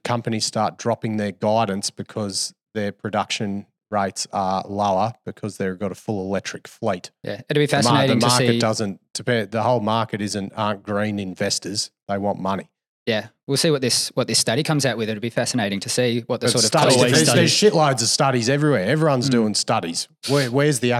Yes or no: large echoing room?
no